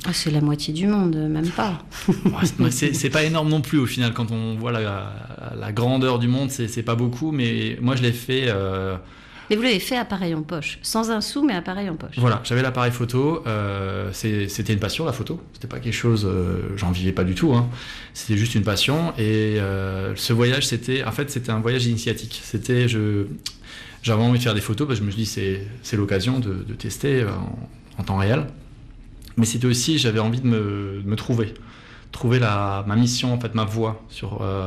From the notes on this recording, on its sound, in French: on pose nos valises et nos micros au Festival du Grand Bivouac, festival français du voyage d’Albertville